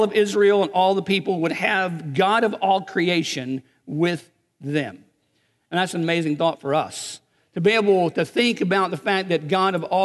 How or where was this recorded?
large echoing room